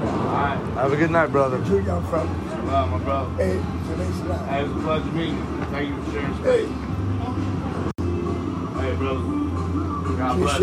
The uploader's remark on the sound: record all over New Orleans